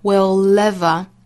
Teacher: 注意 will 和 ever 之间的连读会带出一个小小的 l 的音